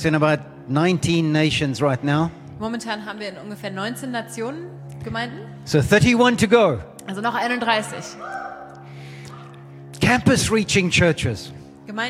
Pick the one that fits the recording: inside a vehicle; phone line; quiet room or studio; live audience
live audience